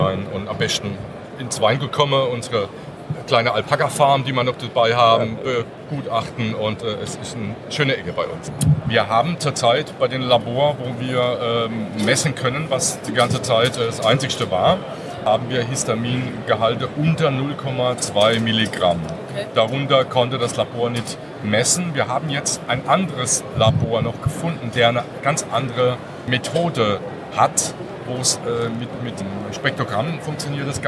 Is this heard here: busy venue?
yes